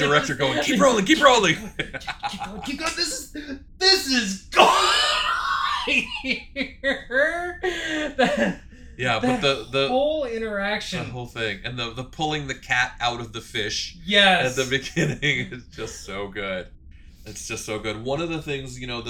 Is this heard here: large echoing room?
no